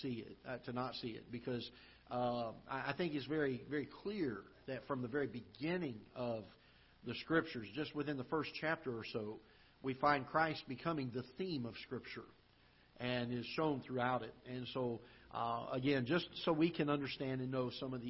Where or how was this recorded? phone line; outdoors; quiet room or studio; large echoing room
large echoing room